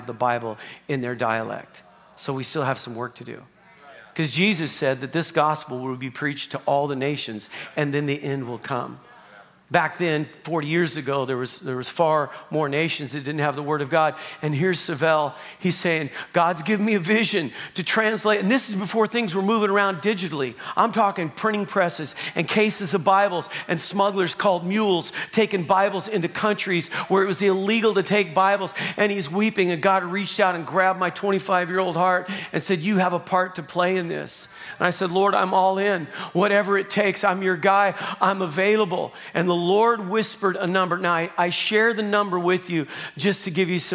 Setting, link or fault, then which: setting, large echoing room